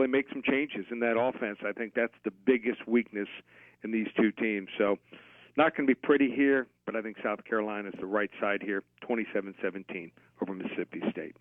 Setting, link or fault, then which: link, phone line